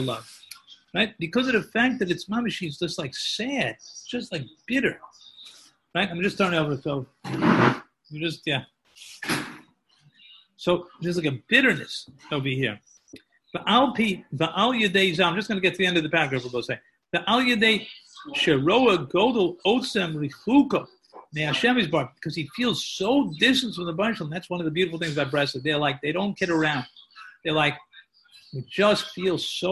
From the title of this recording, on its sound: Live on Zoom 7-20-2020